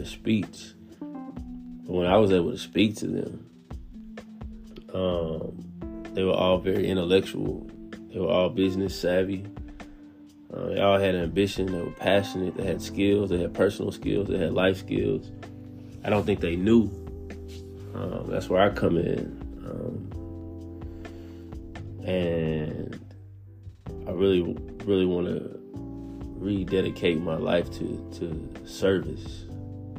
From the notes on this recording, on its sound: At 3:18 am Taiwan Time right off on the anchor app on the phone I recorded this episode purely from the heart.